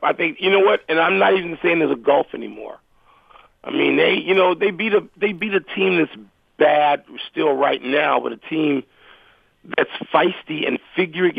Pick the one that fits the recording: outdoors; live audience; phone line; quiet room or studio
phone line